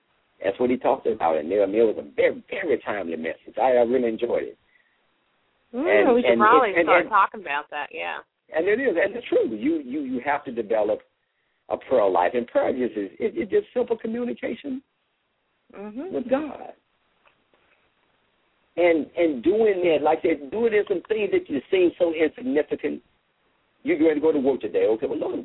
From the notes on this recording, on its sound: LML uses a progressive live call in format.